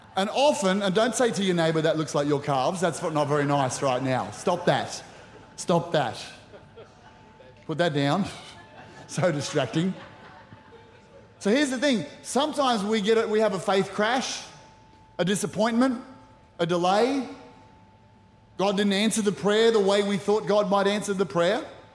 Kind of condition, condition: setting, large echoing room